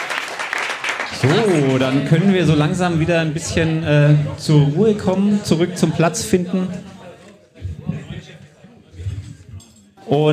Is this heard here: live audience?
yes